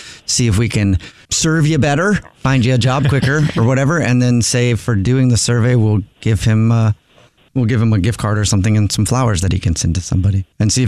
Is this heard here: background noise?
no